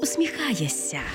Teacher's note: Замість «шся» вимовляємо «ся»